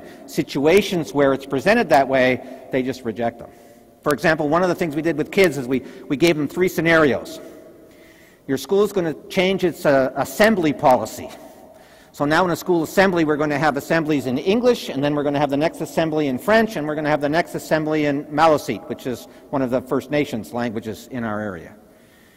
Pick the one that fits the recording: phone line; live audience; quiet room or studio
live audience